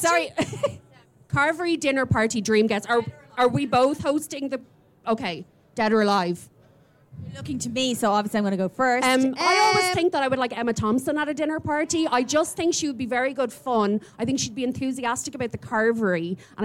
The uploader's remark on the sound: This week we have a special episode for you recorded at Beyond the Pale festival in Wicklow. It rained and it poured but it didn't dampen our spirits!